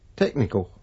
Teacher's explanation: ennen toista konsonanttia tai sanan lopussa T ja K ääntyvät jonkinlaisina nielaisuina, ja L-äänne ääntyy kaksois V-nä. · Term: Estuary Englishia